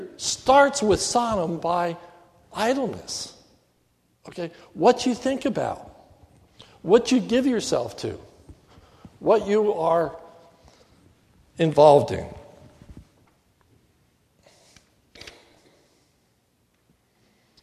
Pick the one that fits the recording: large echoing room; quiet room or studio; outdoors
large echoing room